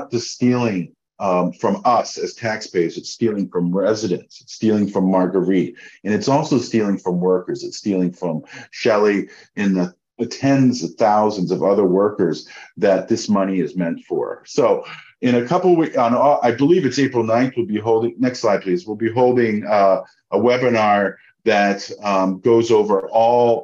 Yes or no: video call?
yes